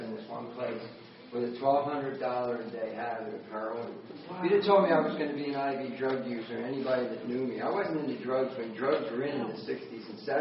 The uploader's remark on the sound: Recorded at Grace Fellowship International's conference in Pigeon Forge, TN on March 7, 2014.